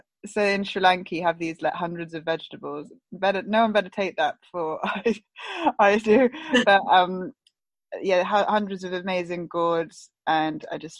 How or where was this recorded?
video call